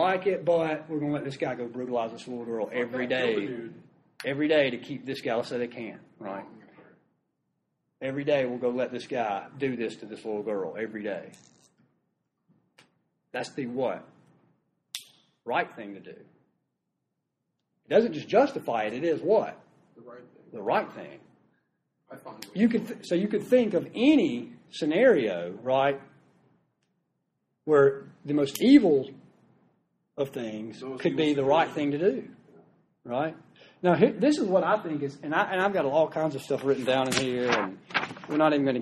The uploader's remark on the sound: recorded live during a class lecture